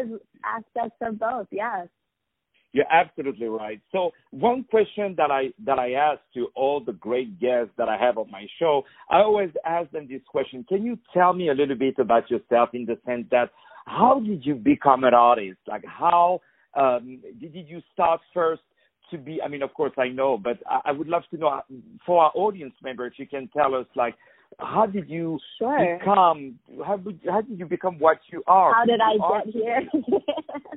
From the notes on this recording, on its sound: On the phone